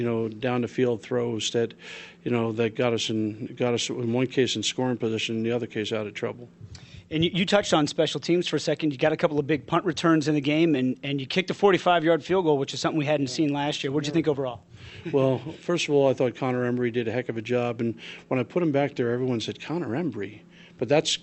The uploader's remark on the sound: Press Conferences & Post-Game Interviews.